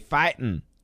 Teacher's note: Apostrophe. Now, it should be fighting, I-N-G, but we don't say the G, we say fightin'